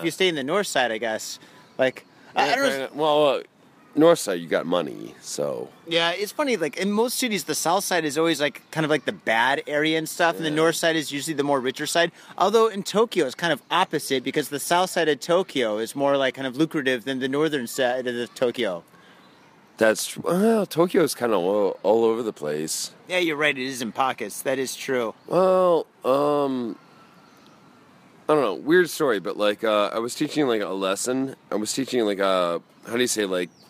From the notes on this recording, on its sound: Studio, we don't need no stinkin' studio, we got the South Side Park to roll in! Grab a mic, 6pack and the park.